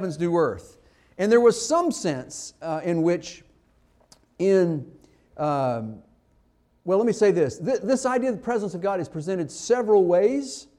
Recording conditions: large echoing room